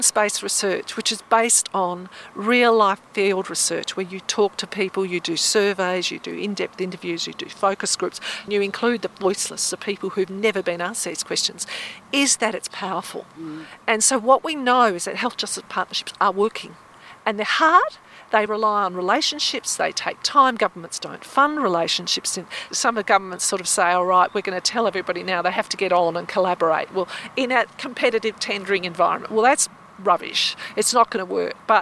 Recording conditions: outdoors